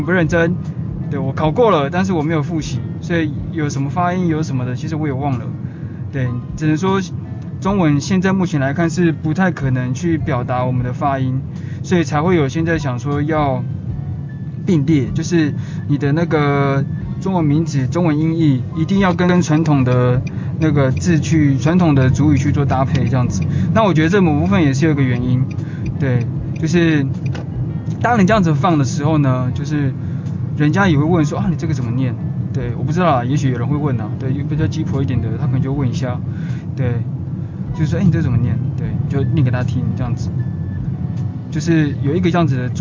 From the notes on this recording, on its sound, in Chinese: 開車的路上。抱歉雜音很多～因為出門時突然靈感想乍現，就直接錄了～。